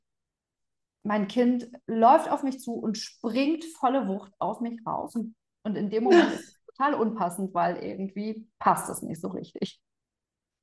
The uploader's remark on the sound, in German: Live Interview auf Instagram